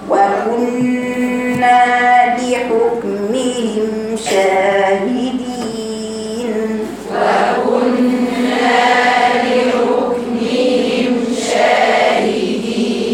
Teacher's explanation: وكنا لحكمهم شاهدين. وكنا النون المشددة والميم المشددة أكمل ما يكون طويلة